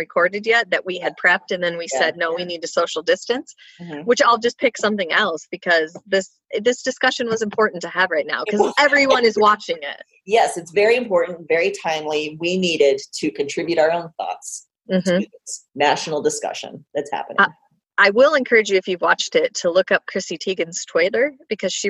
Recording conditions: video call